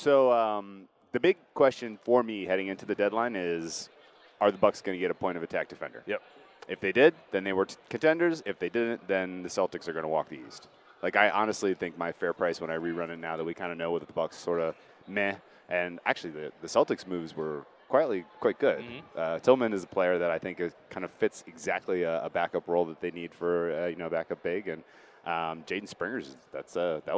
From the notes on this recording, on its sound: live from Super Bowl radio row!